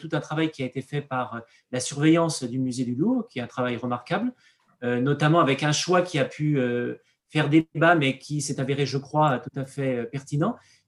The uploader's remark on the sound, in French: Enregistré sur zoom le 20 avril 2021